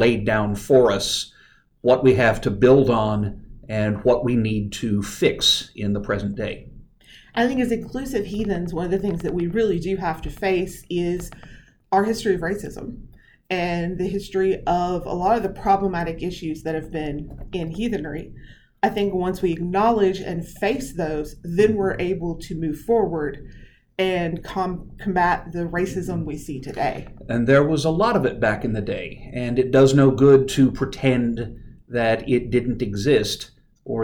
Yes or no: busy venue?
no